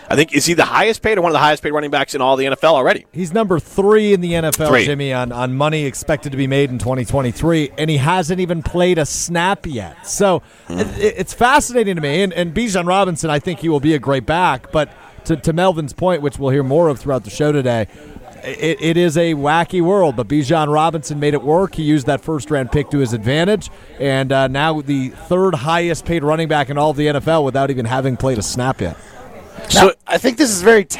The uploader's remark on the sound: Live at Hometown Pharmacy in Waunakee.